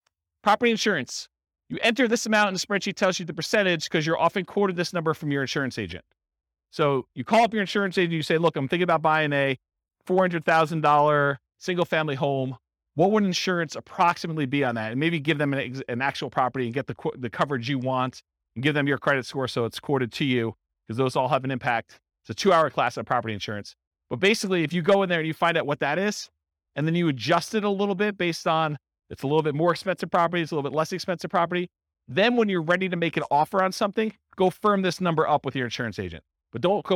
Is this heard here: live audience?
yes